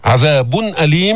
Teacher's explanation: إظهار التنوين عند الهمزة لأنه الهمزة من حروف الحلق